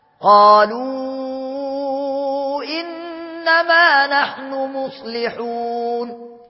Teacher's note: يبقى أربع حركات أو خمس حركات ده عند الوصل عند الوقف بتقف حركتين بس · Term: مد جائز منفصل